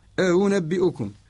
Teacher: جزء من حرف يتشكل من صوت بين الهمزة وما يجانس شكلتها وهو الواو · Term: الهمزة المسهلة